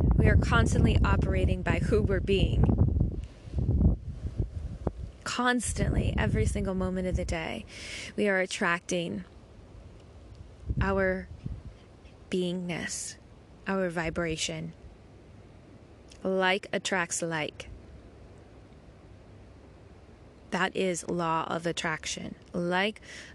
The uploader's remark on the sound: Sounds of the Bangalley Headlands.